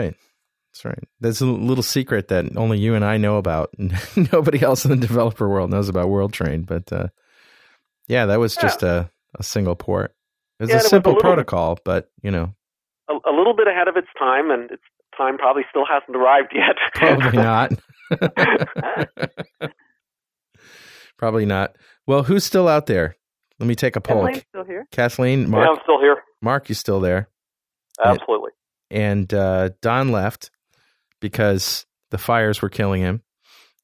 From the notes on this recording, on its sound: This week's show is a roundtable discussion. See what happens when you get a bunch of geeks on the phone and turn em loose!